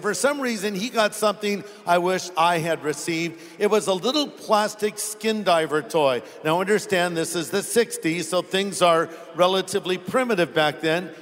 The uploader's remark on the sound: Originally preached at the SoCal Harvest on August 17, 2014